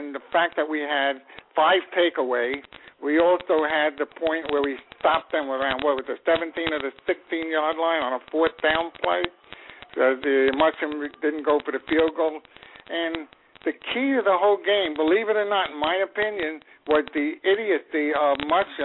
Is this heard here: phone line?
yes